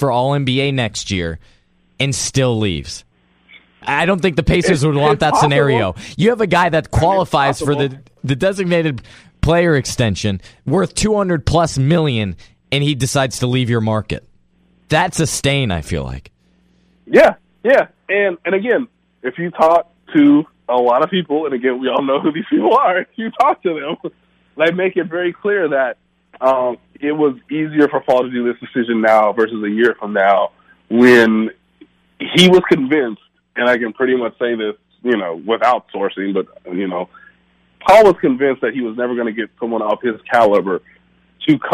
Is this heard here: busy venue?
no